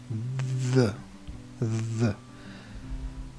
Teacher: For the other th sound, as in the end, for example, just allow your voice to sound at the same time.